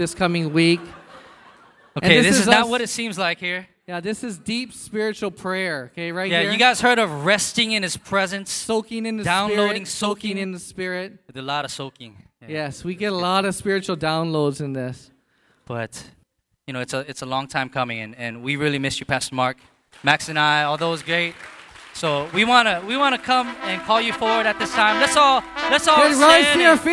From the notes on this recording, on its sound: Annual Vision Service recorded at the Hyatt Regency Waikiki on November 5, 2017.